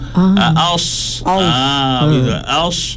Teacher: Sod tadi saya nak tekankan pada huruf sod ni. Huruf sod ni dia ada sifat safir. Safir tu desiran.